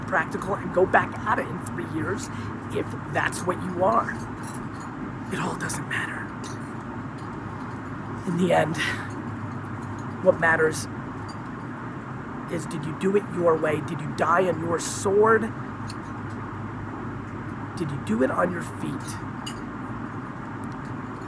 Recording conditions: phone or laptop microphone